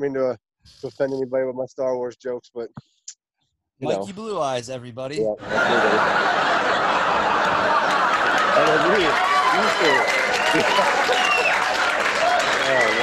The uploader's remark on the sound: Taped before a live studio audience!